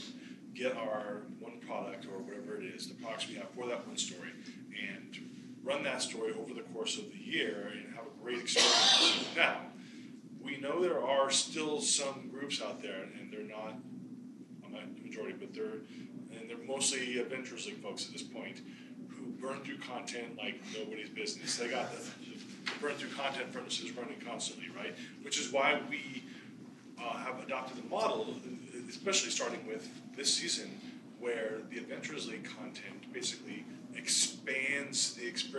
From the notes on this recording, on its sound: A panel discussion. Recorded at Gamehole Con 2017.